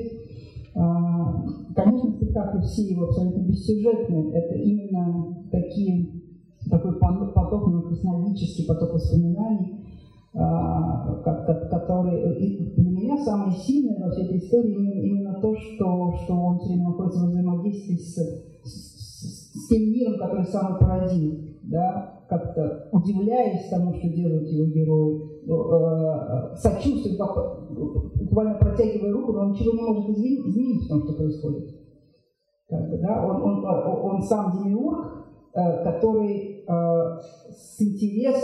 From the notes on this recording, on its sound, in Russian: Лекция в рамках VII Международного арт-фестиваля «САД ГЕНИЕВ»